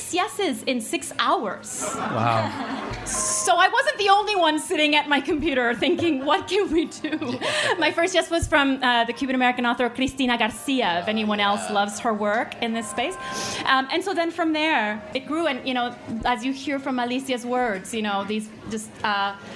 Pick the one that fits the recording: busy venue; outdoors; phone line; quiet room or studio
busy venue